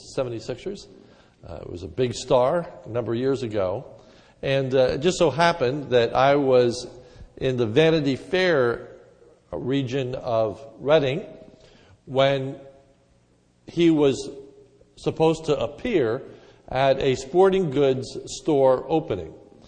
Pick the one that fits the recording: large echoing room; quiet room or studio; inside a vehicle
large echoing room